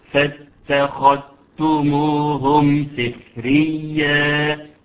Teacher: قرأنا لشعبة بإدغام الذال في التاء · Term: ادغام